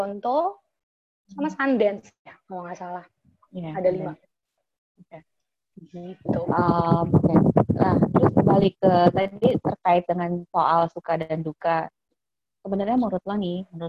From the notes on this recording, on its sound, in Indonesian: Tadinya saya ragu untuk meluncurkan wawancara ini (karena kualitas rekaman yang pas-pasan).